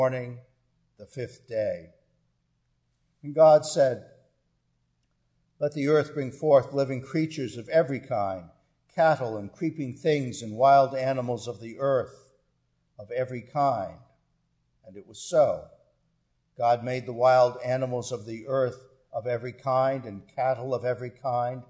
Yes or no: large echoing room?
yes